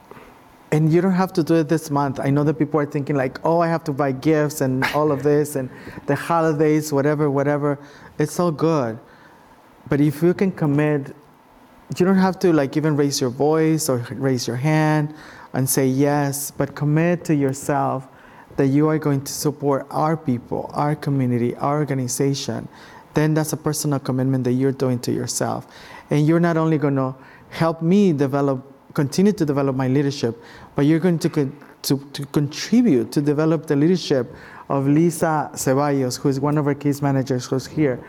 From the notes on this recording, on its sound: This event was streamed live from the ASU California Center in the historic Herald Examiner in Downtown Los Angeles on December 7, 2021